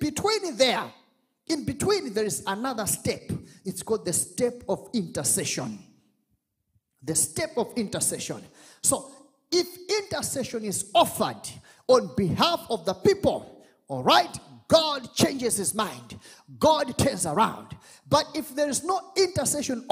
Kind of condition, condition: setting, live audience